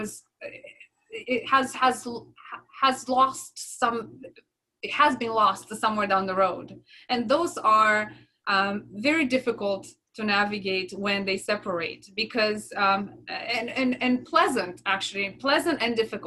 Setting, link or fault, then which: link, video call